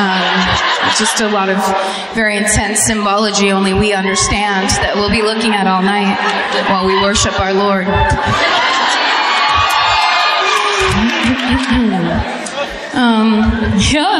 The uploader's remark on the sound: Live at the Fox Theatre in Atlanta